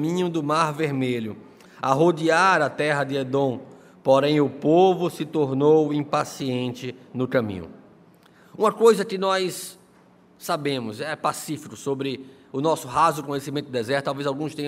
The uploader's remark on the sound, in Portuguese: no culto presencial e transmitido ao vivo no domingo (30/01/2022) à noite (18h)